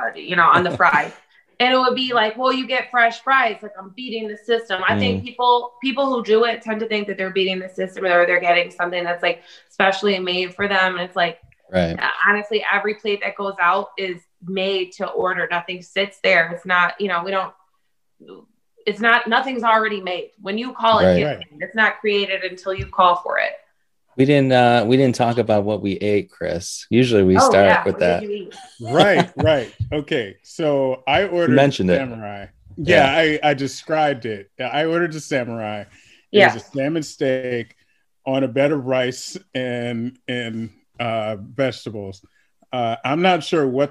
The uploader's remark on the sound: Recorded Live on Zoom on 2/15/2021